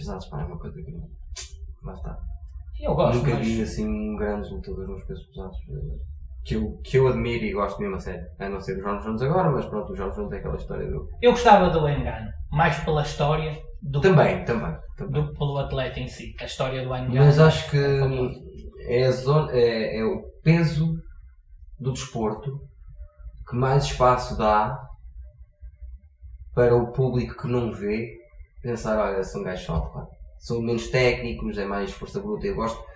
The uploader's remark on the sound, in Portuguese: Aviso: tivemos problemas técnicos e a qualidade do som não é a que gostaríamos.